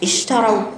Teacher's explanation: فيها تفشي، فيها رخاوة في الشين، فيها نفس خروج كده